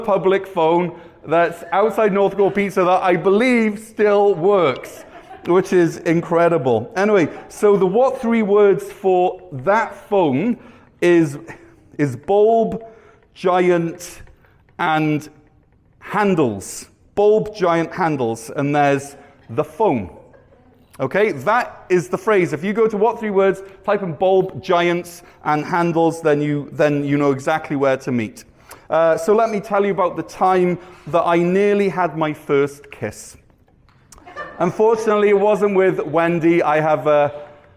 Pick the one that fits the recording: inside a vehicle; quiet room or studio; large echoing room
large echoing room